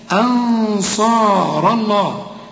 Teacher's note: هنا هنفخم الغنة علشان الصاد لكن إيه الهمزة رققها، ما تقولش أنص لا أنصار الله، الراء هنا مفخمة ولفظ الجلالة مفخم لأن الراء مفتوح، فلفظ الجلالة مفخم.